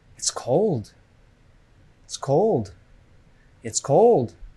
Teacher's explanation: The stress is on cold. It's a content word.